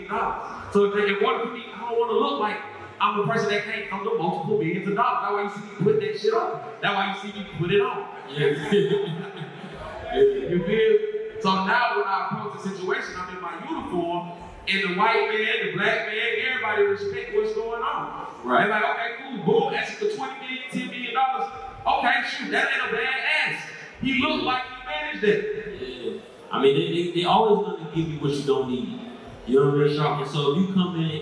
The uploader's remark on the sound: The plugs take live audience questions. The conversation continues live at Indie Fest in Atlanta Ga.